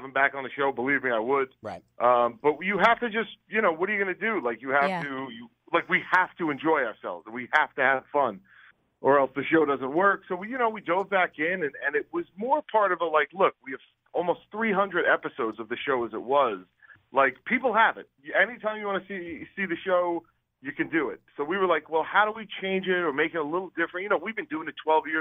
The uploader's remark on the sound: called into the show Thursday morning